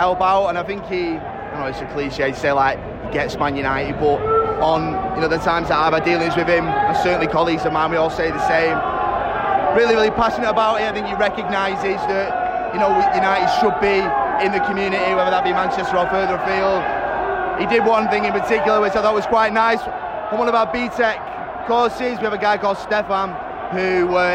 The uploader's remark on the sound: Talks live from Old Trafford. Review United’s performance at half-time and full-time.